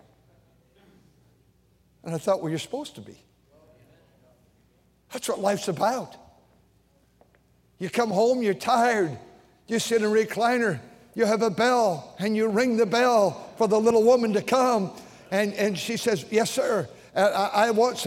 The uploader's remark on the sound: during the Sunday Evening service on April 23, 2023, at North Valley Baptist Church in Santa Clara, California